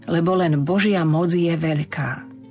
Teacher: Opäť spodobovanie moc, ak urobíme prestávku, lebo len Božia moc je veľká, ostane to c, neznelé. Ale ak to spojíme, tak musí zaznieť na miesto c, z